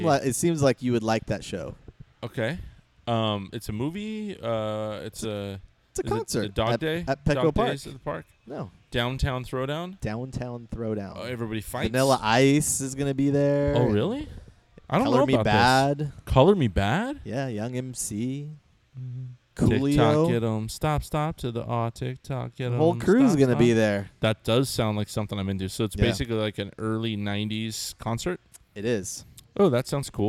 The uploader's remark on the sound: the guys reunited at Alesmith